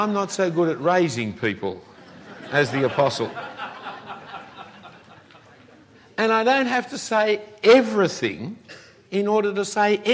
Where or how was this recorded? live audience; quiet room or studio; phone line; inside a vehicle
live audience